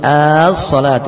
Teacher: Berikutnya memanjangkan hamzah sehingga menjadi as-salatu